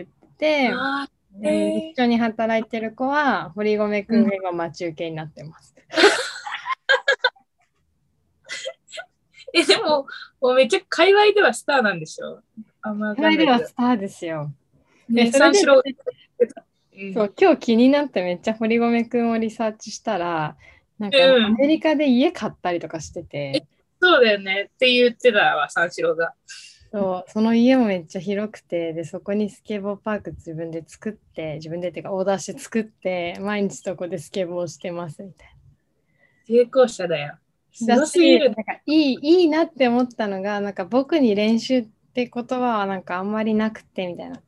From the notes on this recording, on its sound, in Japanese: 東京と富山でzoomにて収録